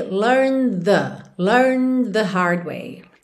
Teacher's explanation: como a próxima palavra é the, você já junta aqui learn the